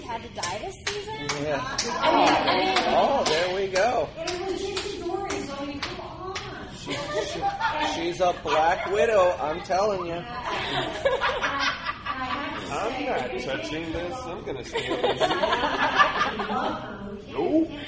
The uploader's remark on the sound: We have a recording of that panel. The DragonCon Urban Fantasy track.